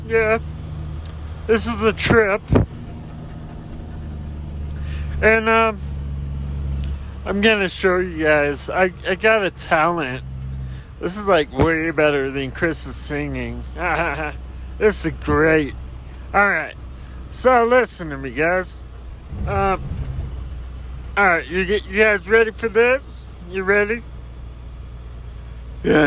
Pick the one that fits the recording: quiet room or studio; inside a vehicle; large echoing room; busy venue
inside a vehicle